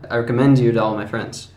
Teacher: So, the D at the end of recommend kind of hooks onto you. · Term: connected speech